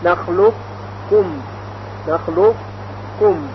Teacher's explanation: و یا در کلمه نخلق کم ادغام قاف در کاف، که وقتی قاف رو در کاف ادغام میکنیم صفت استعلاء قاف در حین تلفظ باقی میمانه، نخلق کم، نخلق کم. · Term: ادغام ناقص